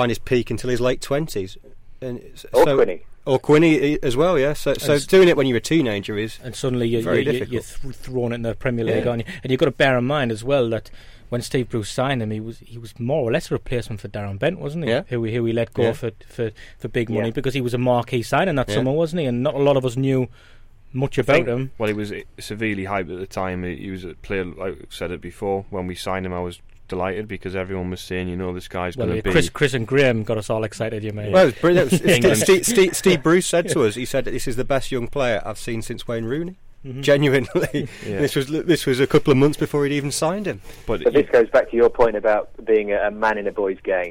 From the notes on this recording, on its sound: We were joined on the phone